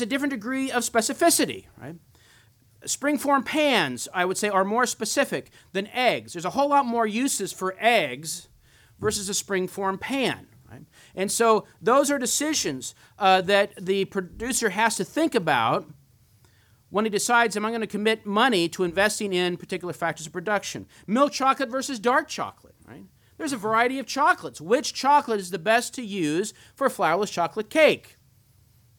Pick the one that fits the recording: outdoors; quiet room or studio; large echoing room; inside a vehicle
large echoing room